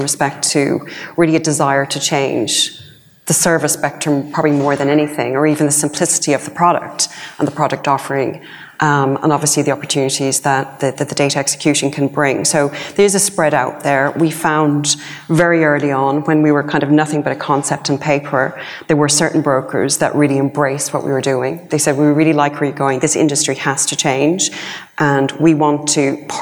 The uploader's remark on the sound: one of the keynote presentations at the Cytora conference in November